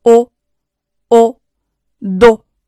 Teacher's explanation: o 是一个小口的，o，嘴型紧张，突出小口圆形